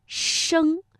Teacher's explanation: 呢，舌尖同样要上翘，因为声母是诗，所以呢它让舌尖靠近硬腭前部啊，又留出了窄缝了